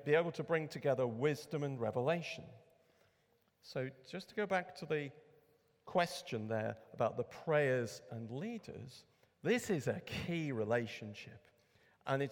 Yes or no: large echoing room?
yes